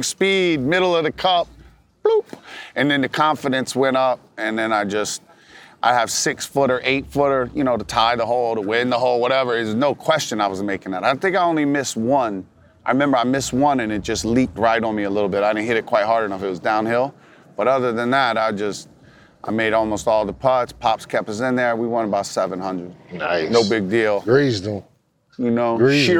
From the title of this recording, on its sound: LIVE FROM MALBON MUTINY at MIAMI SHORES